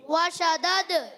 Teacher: دال میں کلکلا ہوگا آواز لوٹ کر آئے گی آواز کا لوٹنا یہی ہے کلکلا کلکلا کی معنی ہے جنبش